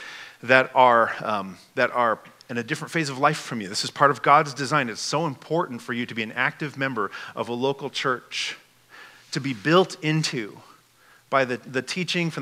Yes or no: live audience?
yes